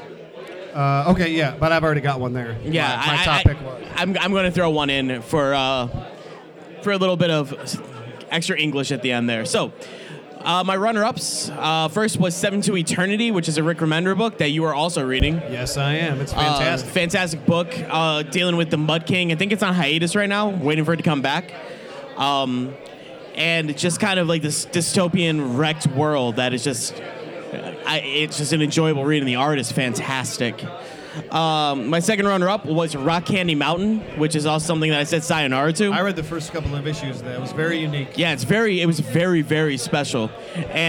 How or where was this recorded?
busy venue